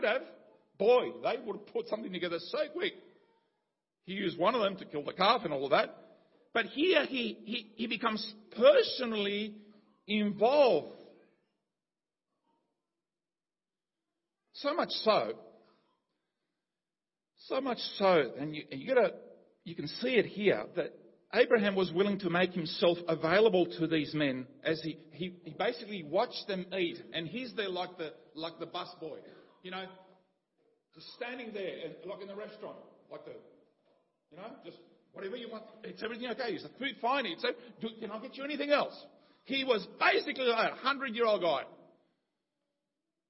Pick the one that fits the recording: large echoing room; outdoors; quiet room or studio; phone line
large echoing room